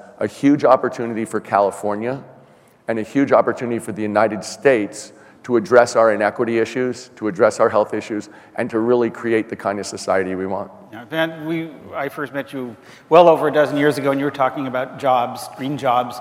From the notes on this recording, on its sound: The best of live interviews from GreenBiz events.